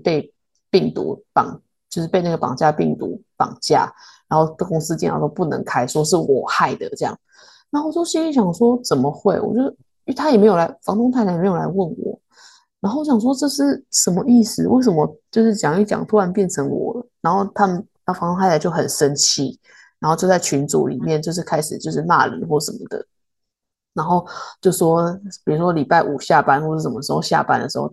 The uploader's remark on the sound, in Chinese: 第一次遠端錄音